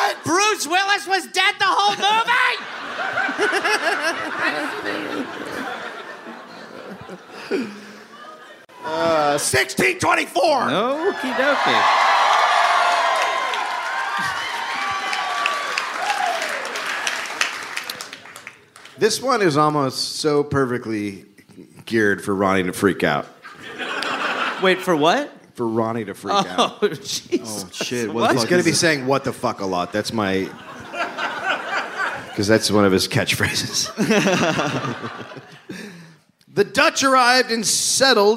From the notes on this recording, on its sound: Record a live podcast in Brooklyn.